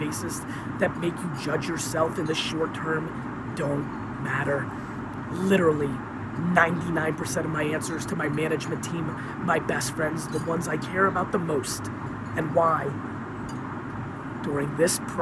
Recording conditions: phone or laptop microphone